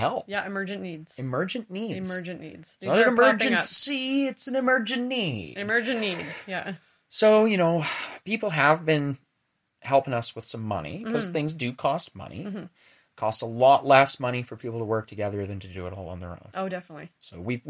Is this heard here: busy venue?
no